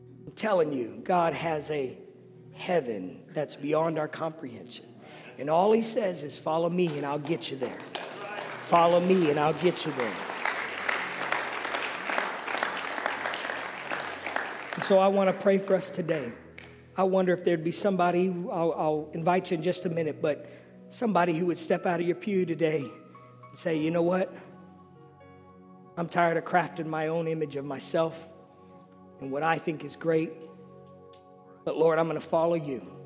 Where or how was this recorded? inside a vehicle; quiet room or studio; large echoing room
large echoing room